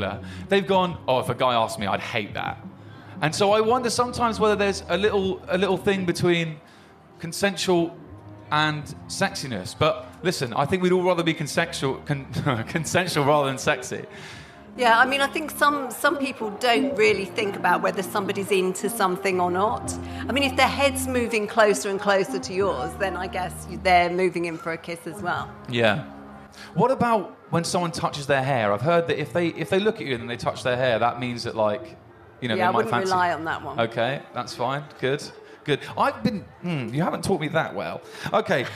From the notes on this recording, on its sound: (Live at Latitude 2022). Their first ever live recording of the podcast that they performed at Latitude 2022.